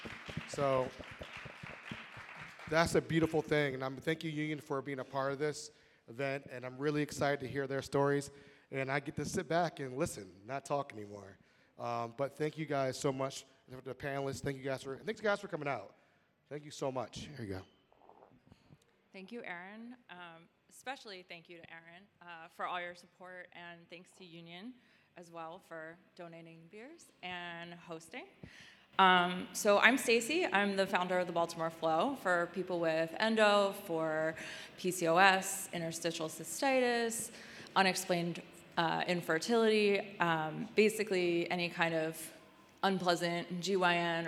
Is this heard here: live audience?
yes